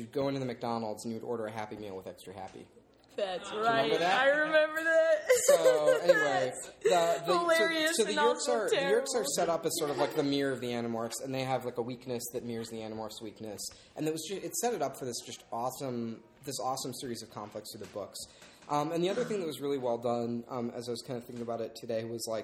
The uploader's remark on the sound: Getting laughs from a live audience and being flanked by some other incredible past guests along the way.